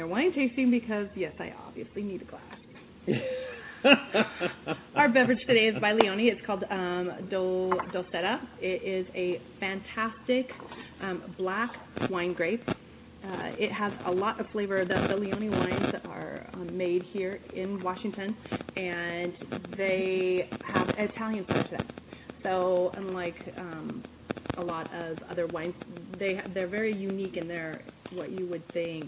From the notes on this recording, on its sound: Chat live from Pratt Fine Art's institute on Supporting causes and Events.